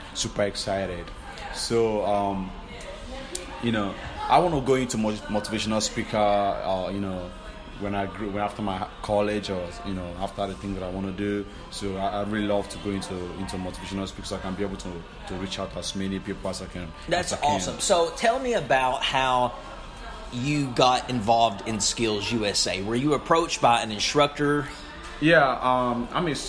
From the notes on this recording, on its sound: broadcasting live from the SKILLS USA event in Louisville, Ky.